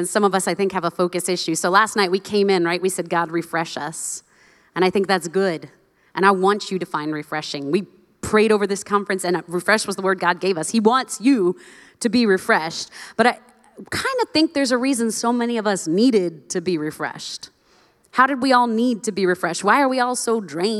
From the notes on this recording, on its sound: live from the 2022 Known Conference